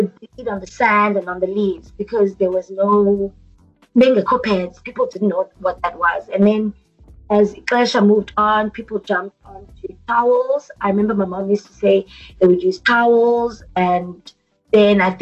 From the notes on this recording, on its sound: They recorded the episode via Skype so there are some technical issues with the audio.